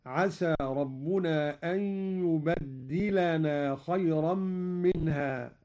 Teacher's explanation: قرأ قالون بتشديد الدال، هكذا عسى ربنا أن يبدلنا خيرا منها، على التكثير.